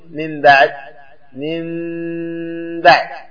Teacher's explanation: من بعد بعضهم قال تترك فرجة، وهذا غير صحيح، يعني تترك فرجة هكذا بين الشفتين لأجل أن لا تنطق بالميم كاملة فتقول من بعد، وهذا خطأ، ليس هناك فرجة، بل فيه إطباق لكن إطباق تلامس بين الشفتين تلامسا خفيفا · Term: إخفاء شفوي